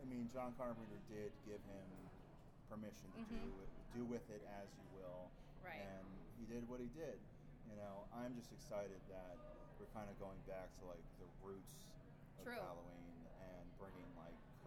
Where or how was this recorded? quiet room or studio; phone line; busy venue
busy venue